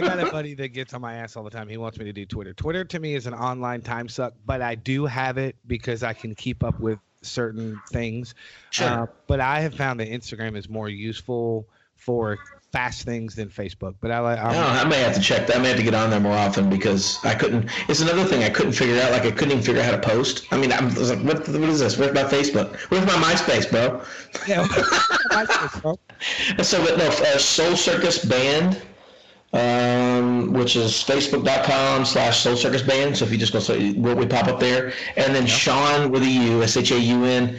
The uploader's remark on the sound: There are some audio issues with this episode and I apologize, but it happens. Hanging via Skype.